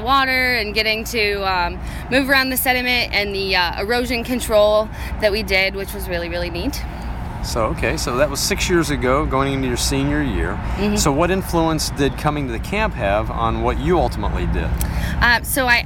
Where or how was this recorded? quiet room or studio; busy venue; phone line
busy venue